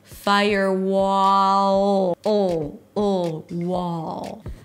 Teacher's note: For the R, the tongue is up, fire, and for the wall, your lips are rounded, but the tongue is down. · bring the tongue up again for the dark L. Firewall. · IPA: ˈfaɪəɹwɑːl